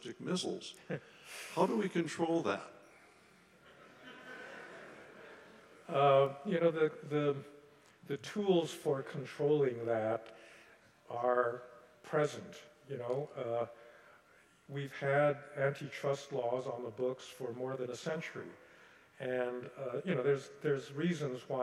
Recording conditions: large echoing room